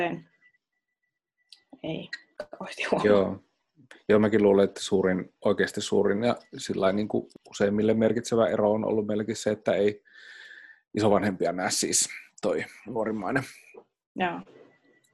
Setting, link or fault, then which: link, video call